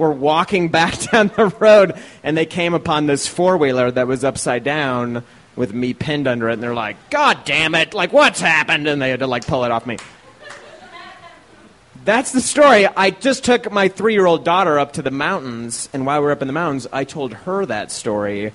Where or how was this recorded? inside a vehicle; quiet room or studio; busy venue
busy venue